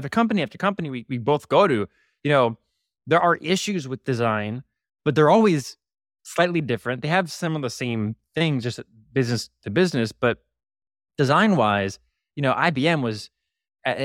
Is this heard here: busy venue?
no